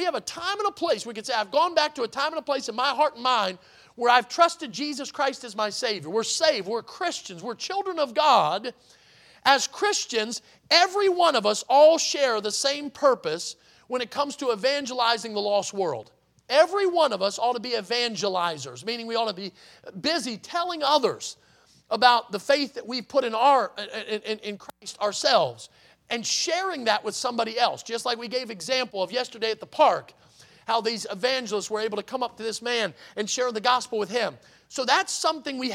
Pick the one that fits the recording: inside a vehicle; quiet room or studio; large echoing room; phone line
large echoing room